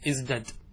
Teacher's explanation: طيب والثاني ازدد، هذا أصله ازتد، فوقعت التاء بعد الزاي نقلب هذه التاء إلى دال فتصبح ازدد